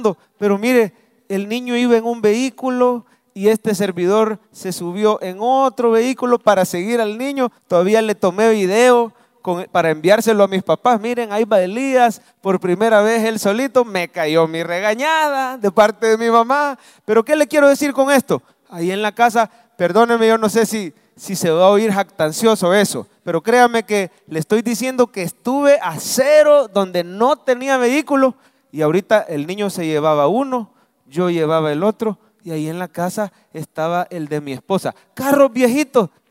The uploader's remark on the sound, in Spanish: Mensaje predicado en vivo desde el Centro Familiar de Adoración CEFADCHURCH, Mayo 2023